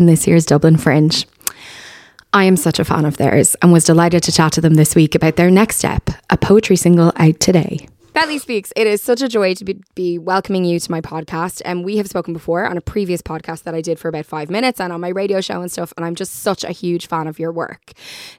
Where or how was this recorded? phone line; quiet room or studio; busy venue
quiet room or studio